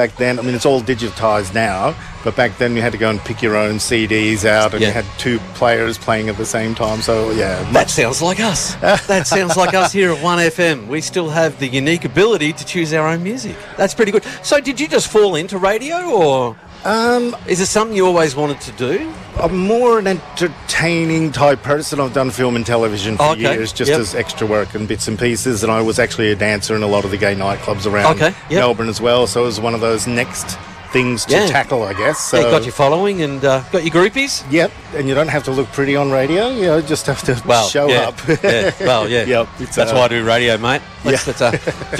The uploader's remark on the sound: One FM Outside Broadcast from the Out In The Open Festival. A special outside broadcast live from the 2023 OUTintheOPEN Festival Carnival Day from the Queen's Gardens in Shepparton.